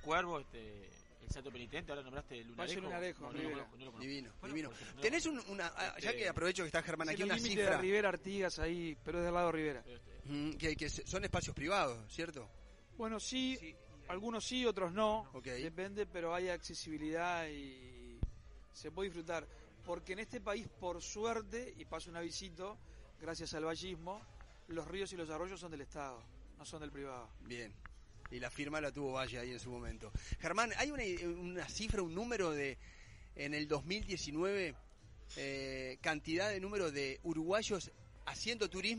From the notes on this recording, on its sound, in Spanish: Edición especial, saldremos en vivo desde el restaurante Imarangatú.